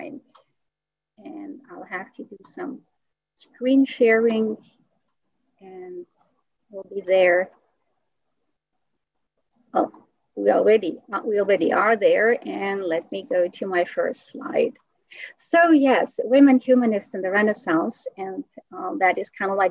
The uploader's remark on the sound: An evening webinar lecture. Part of our summer webinar series on "Reason and Beauty in Renaissance Christian Thought and Culture," presented in collaboration with the American Cusanus Society.